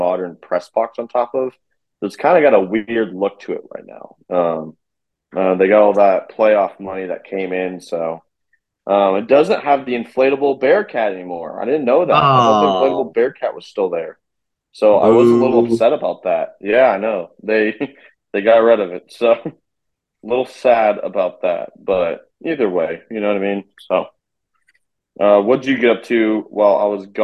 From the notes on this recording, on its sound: It's a Zoom episode!